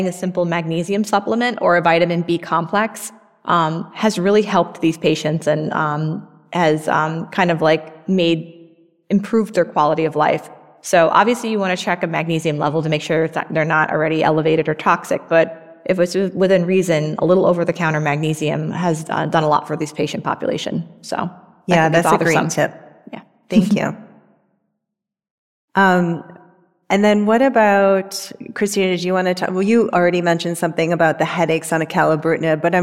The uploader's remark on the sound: This event recorded at the annual ONS Congress